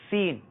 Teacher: یہ سین ہے، زبان کی نوک اور دانت دونوں دانتوں کے اندرونی کنارے سے ادا ہوتے ہیں. تو دونوں کی سین، سیٹی کی بھی تھوڑی سی آواز، سین. · تو دونوں کی سین، سیٹی کی بھی تھوڑی سی آواز، سین. تو دونوں زبان کی نوک اور دونوں دانتوں کے اندرونی کنارے سے ہی ادا ہوتے ہیں.